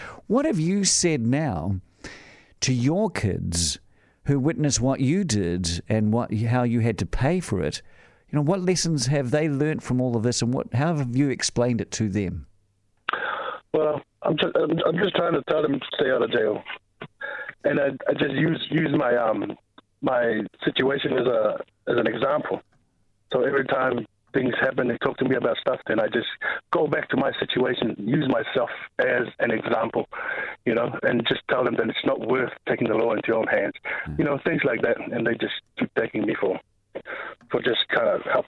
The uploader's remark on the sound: called in to talk about his experiences